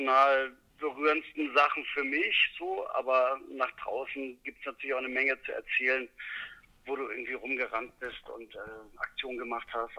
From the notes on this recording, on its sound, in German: Am Telefon in seinem Taxi in Berlin erwischt.